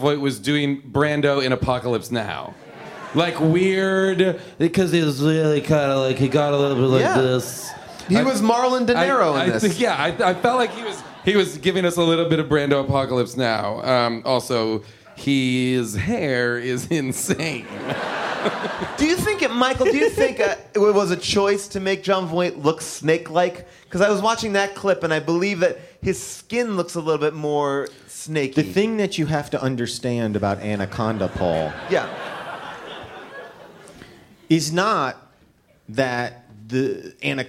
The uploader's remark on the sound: LIVE from The Bell House in Brooklyn